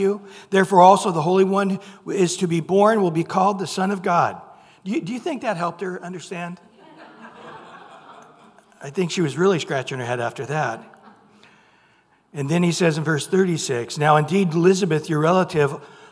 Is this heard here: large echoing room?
yes